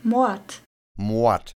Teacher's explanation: Sprachforscher sprechen von der Vokalisierung des R. Aus Mord wird Mord.